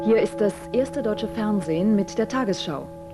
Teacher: In den überregionalen Nachrichten übernimmt das Zäpfchen R.